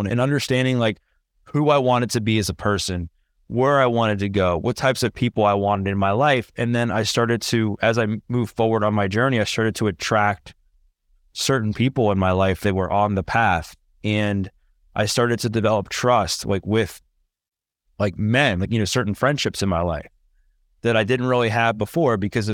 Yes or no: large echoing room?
no